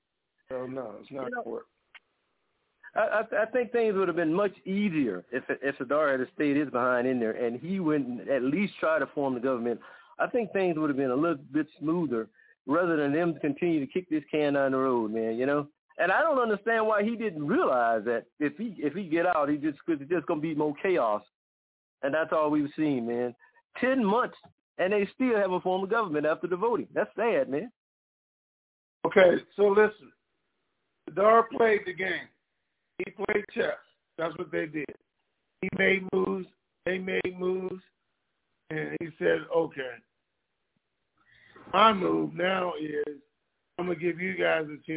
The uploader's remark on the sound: TNTSuperfantastic Conference Call.